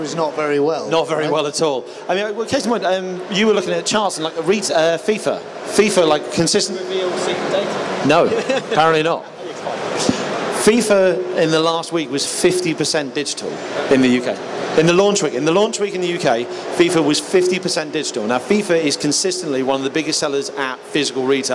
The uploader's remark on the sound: Recorded live from the show floor of EGX 2019.